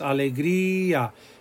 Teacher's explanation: This accent mark allows the weak vowel to be clearly heard on its own, along with the vowel next to it, which is usually a strong vowel. · Term: broken diphthong